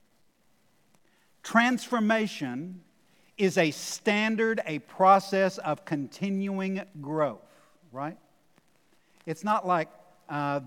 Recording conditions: large echoing room